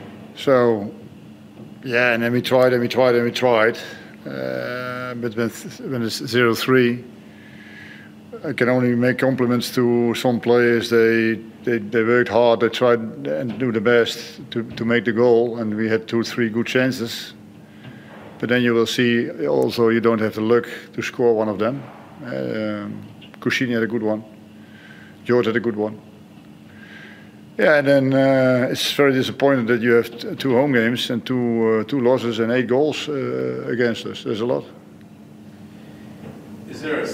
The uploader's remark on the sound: Post-match Press Conference | Hyundai A-League.